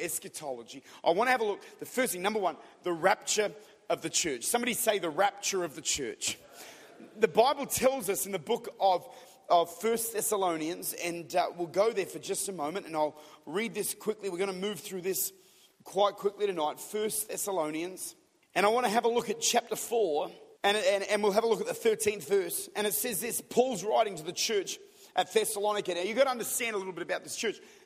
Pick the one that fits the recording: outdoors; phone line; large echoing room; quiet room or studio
large echoing room